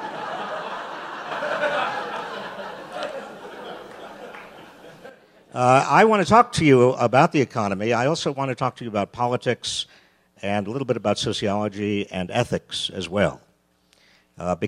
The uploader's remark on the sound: Recorded live at the Aspen Ideas Festival.